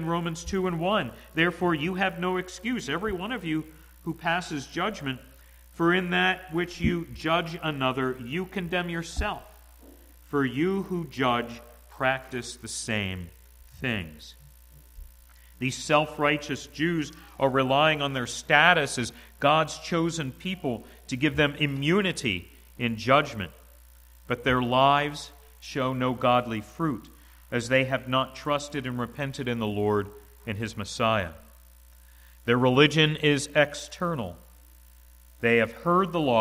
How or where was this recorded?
large echoing room